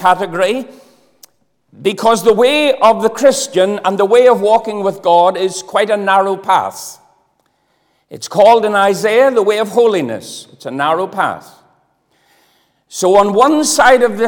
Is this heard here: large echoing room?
yes